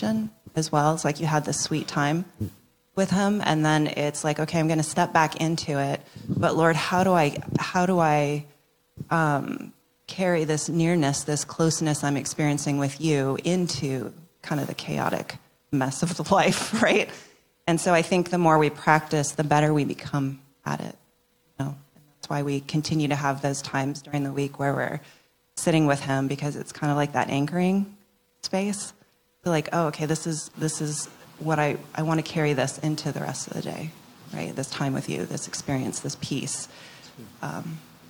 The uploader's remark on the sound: A panel Q & A live with our church community